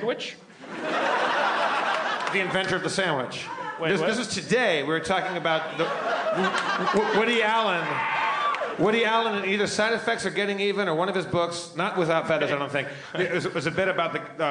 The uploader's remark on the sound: LIVE at The Gramercy, NY Comedy Festival 2015: Night 1